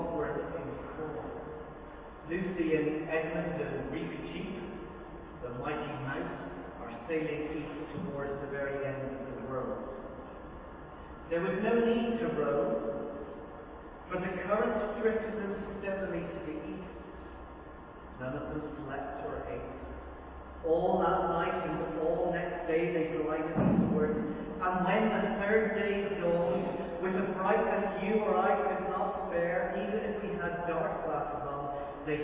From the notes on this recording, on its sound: Very Poor Audio